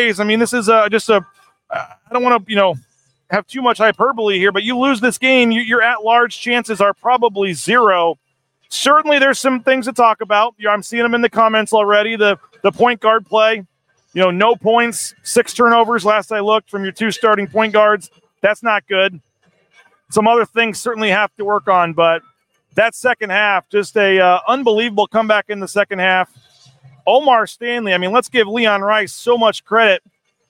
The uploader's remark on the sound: Postgame Show. LIVE in San Jose with live interviews.